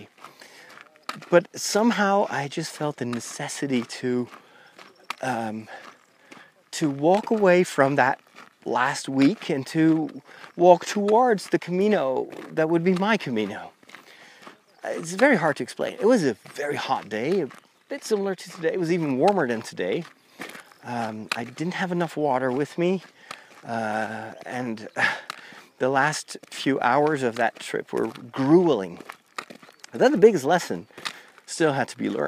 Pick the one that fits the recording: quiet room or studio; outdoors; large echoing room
outdoors